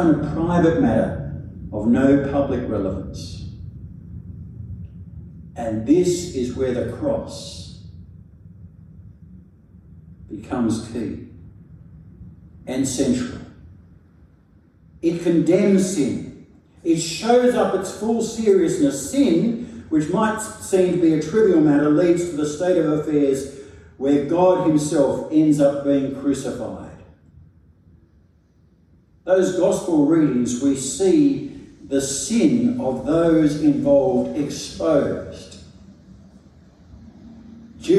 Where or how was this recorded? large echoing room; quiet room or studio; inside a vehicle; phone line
large echoing room